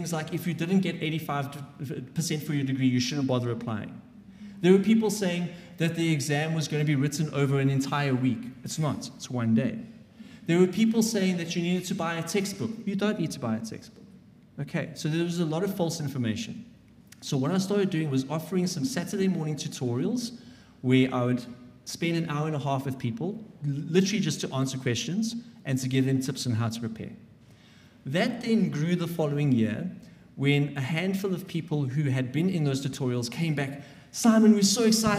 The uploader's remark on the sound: This episode was recorded at a live event which took place on the 26th of April 2023 at the Faculty of Health Sciences lecture halls at WITS. The event was well-attended, and recorded in front of a live audience of prospective medical students.